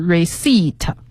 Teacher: You can present areceipt、这个 receipt 的拼写给大家再拼一下，是 R-E-C-E-I-P-T，它最后呢是有一个 P 的，但是呢我们不读出来，对，这个 P 是不发音的